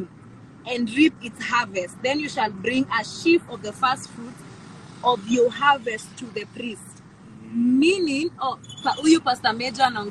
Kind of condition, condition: fault, phone or laptop microphone